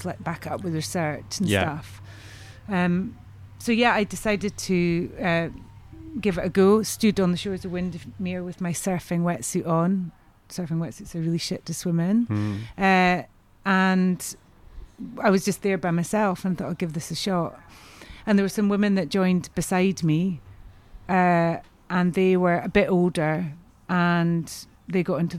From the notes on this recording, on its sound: When we met up in Brighton at the amazing new Sea Lanes to record this episode. I must say, for me this was proper ‘If Carlsberg did podcast set-ups’.